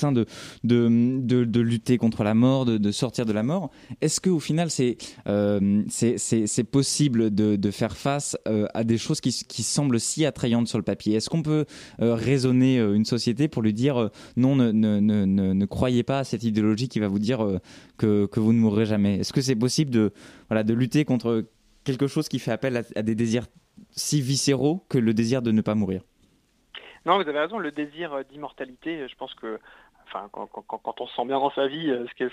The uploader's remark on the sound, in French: nous sommes au téléphone